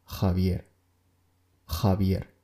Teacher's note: con la fricación uvular que se da más en el sur